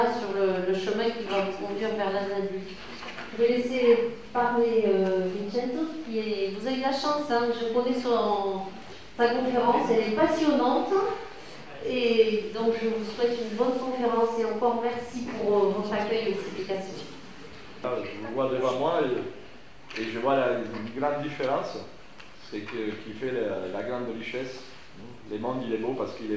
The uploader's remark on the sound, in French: Vous entendrez ici un court extrait de cette conférence.